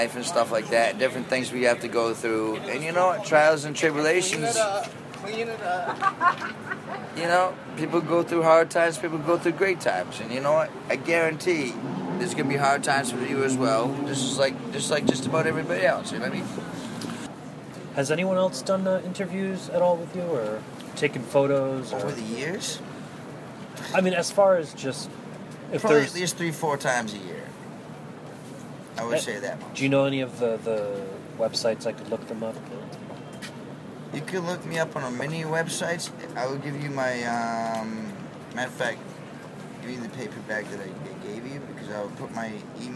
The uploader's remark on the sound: Sitting on the sidewalk a block south of Washington Square Park.